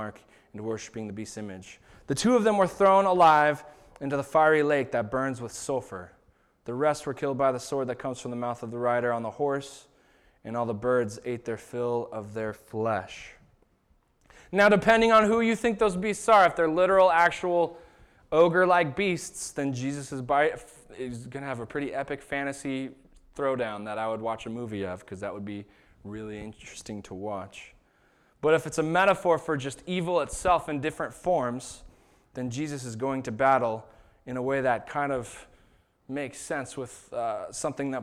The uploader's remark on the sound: This was the sermon that was preached at Shelton Church of the Nazarene on September 15th, 2019